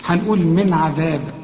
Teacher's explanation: النون هنا ساكنة، وبعدها حرف من حروف الإظهار، هنا ما تغنش